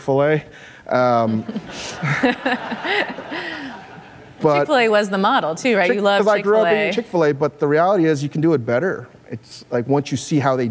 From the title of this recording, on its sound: Live at Code 2018